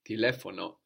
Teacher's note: And we have the accent there on the e, no? Third from the end.